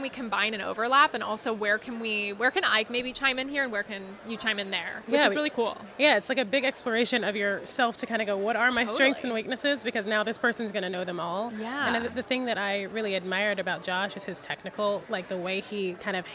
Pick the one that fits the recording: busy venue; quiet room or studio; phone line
busy venue